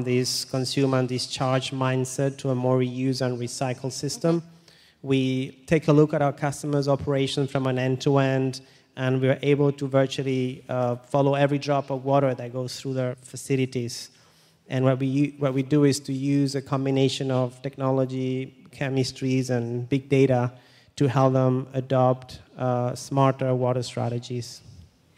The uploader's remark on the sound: The best of live interviews from GreenBiz events.